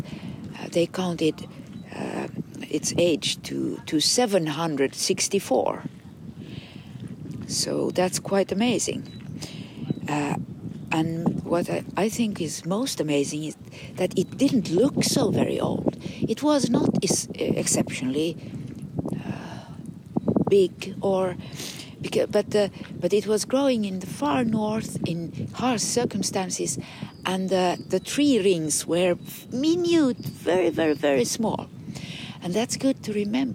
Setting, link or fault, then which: setting, outdoors